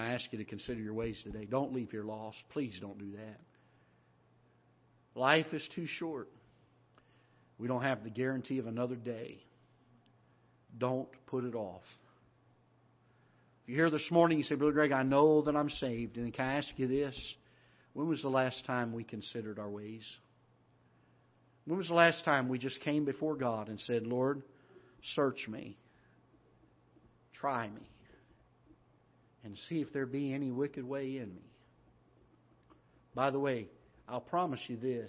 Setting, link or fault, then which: setting, large echoing room